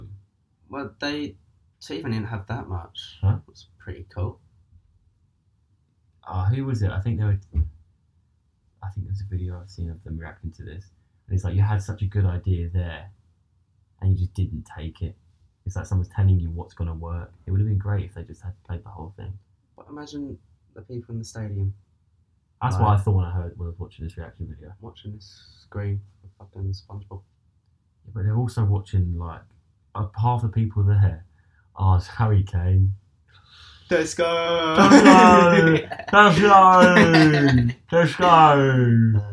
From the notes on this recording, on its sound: apologies again for the sound!